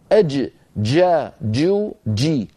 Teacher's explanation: عندي أد وعندي أج، أج جا جو جي، هكذا الجيم الفصيحة بدايتها انقفال ونهايتها انفتاح، لذلك بعلم الأصوات يسمونها حرف انفجاري، حرف انفجاري لأن بدايته انقفال، ليست بدايته رخاوة كما نفعل نحن أهل الشام.